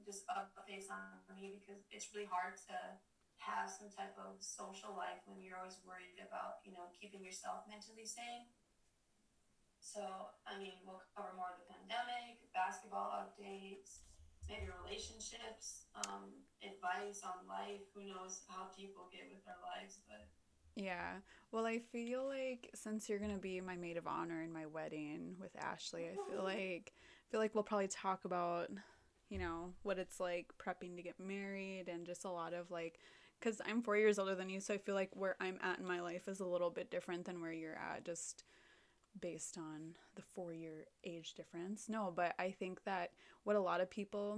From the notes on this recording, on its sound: Technical Difficulties and All!